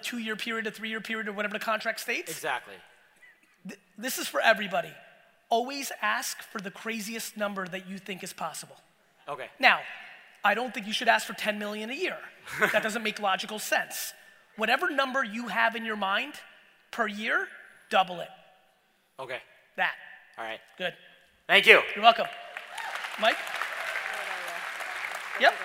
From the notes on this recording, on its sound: Dropped some real FIRE in this keynote I gave in my home state of New Jersey! Get into some fun Q&A at the end!